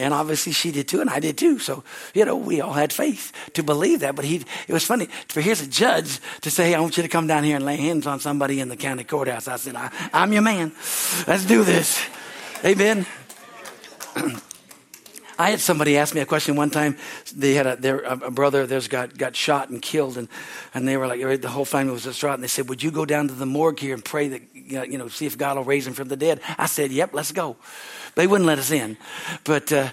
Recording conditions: large echoing room